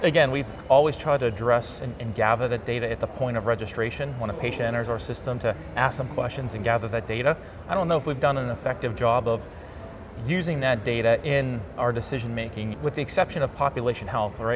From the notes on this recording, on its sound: It’s an Interview in Action live from CHIME.